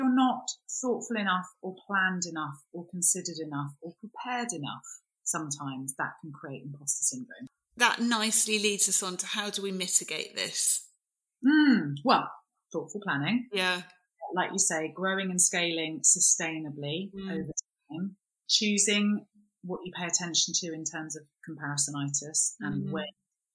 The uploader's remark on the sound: We've had some technical issues with the sound in this episode so apologies if it's not up to usual scratch, we've done our best and subsequently changed the whole studio set up so hoping it's now resolved for future recordings.